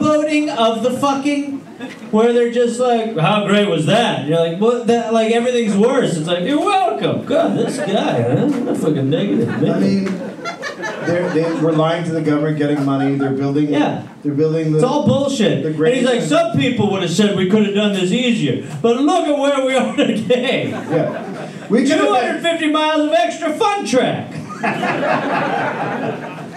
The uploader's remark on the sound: Recorded live in Sacramento